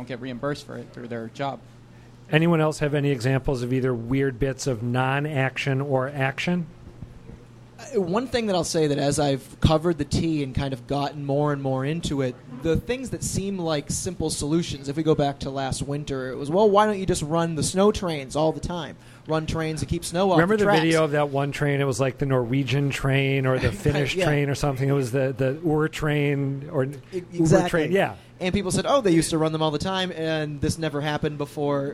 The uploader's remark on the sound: The status of the GLX live in Somerville. At the Brass Union in Somerville.